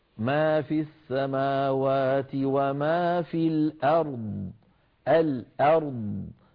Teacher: الأرض لما نقف عليها يجتمع عند الوقف عليها ساكنان راء وضاد، والجمع بين الساكنين بحاجة إلى شيء من التؤدة والتمهل حتى لا يتحرك أحدهما أو حتى لا يفوت أحدهما شيء من صفاته. · كل هذا بده يجي بلطف، ما في السماوات وما في الأرض، الأرض، فنأتي بالراء بلطف وننتقل إلى الضاد بلطف، نعطي الراء حقها من البينية ونعطي الضاد حقها من الرخاوة، ولا نقول في الأرض.